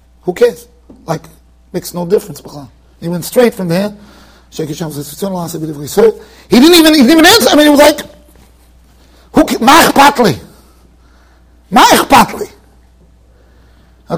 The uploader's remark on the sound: Shiur recorded in Yeshivas Ohr Reuven, Monsey NY.